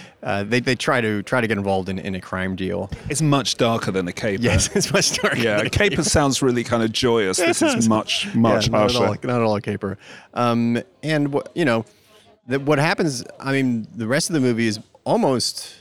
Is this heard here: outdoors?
yes